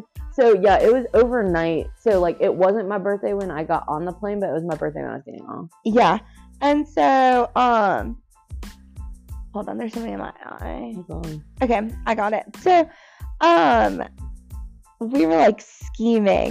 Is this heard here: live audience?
no